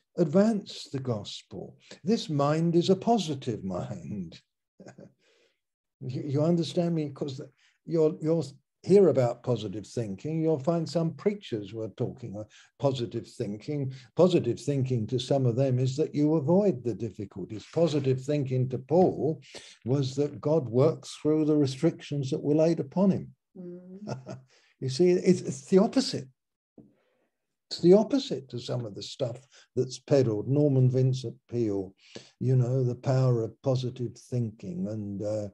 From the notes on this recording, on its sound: Malaysia Meets (Zoom).